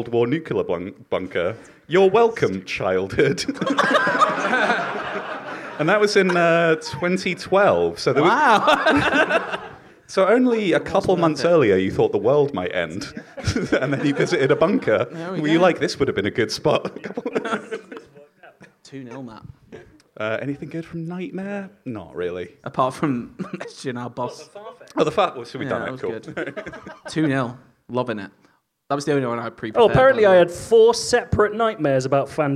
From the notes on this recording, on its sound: A lovely live audience for a special episode of the podcast.